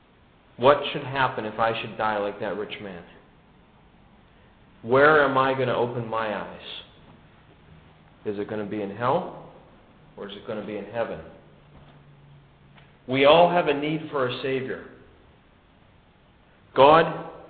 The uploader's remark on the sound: given at the Brookfield Gospel Hall in Brookfield, CT